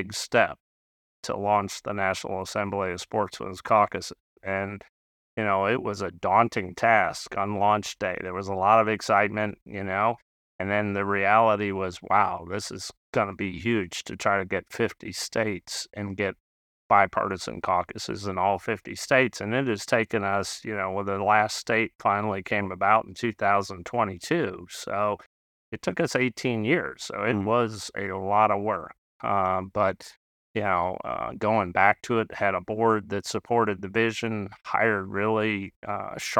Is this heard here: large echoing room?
no